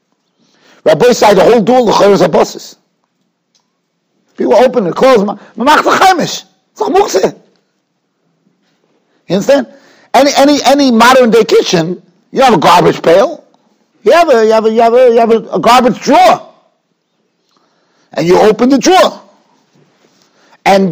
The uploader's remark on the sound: Shiur recorded in Yeshivas Ohr Reuven, Monsey, NY.